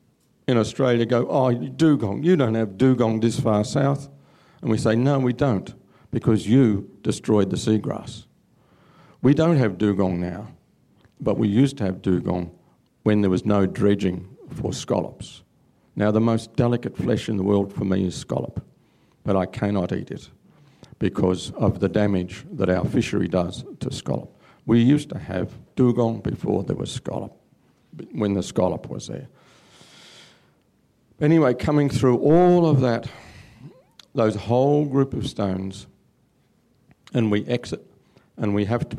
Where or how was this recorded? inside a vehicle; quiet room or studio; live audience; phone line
live audience